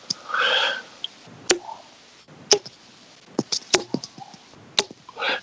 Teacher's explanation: I hear this epiglottal sound from his epiglottis